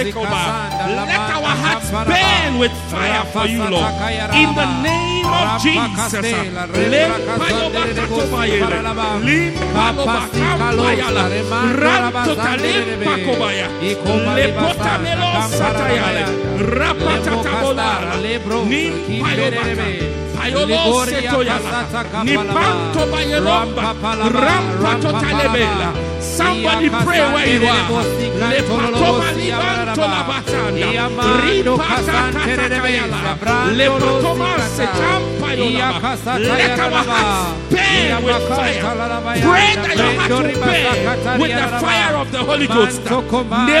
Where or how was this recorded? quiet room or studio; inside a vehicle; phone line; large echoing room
large echoing room